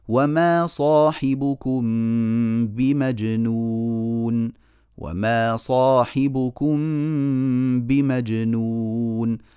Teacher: أخذنا للميم زمنا طويلا لأن فيها غنة · Term: غنة الإخفاء